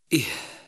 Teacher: لاحظ أخي كيف جرى النفس عند نطقنا بحرف الهاء ثانيا الرخاوة حيث يجري الصوت مع حرف الهاء عند النطق به · Term: الهمس